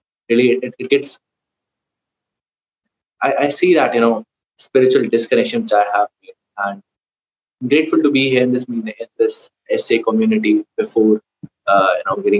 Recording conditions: video call